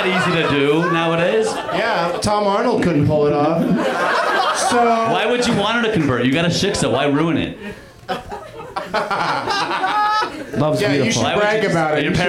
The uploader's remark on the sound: Live at the UCB Franklin in Hollywood